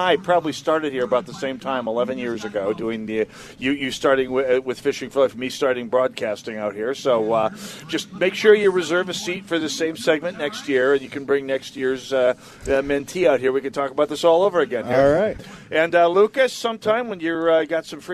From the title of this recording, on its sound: Live From Medicine Lake. Annual Holes for Heroes Broadcast!!